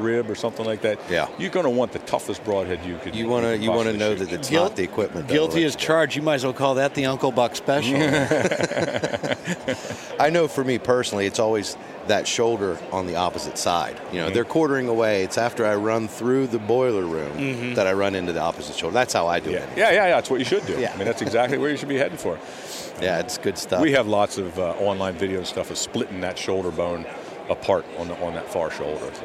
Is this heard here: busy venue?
yes